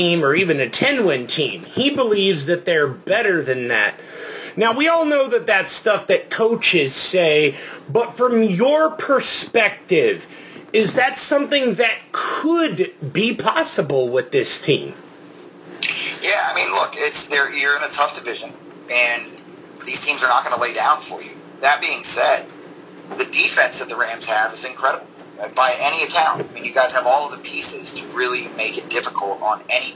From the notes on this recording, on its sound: There were audio issues with this particular interview. We had to do the interview in an unorthodoxed, but still functional manner.